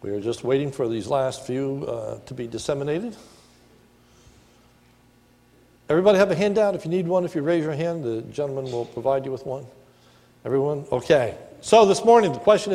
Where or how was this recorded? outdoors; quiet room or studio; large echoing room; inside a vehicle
large echoing room